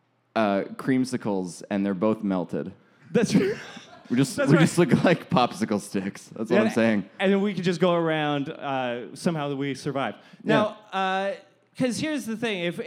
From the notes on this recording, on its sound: A very special episode recorded with a live audience at ThunderProv, a bi-weekly improv theatre show put on by the improv theatre company, Sorry Not Sorry.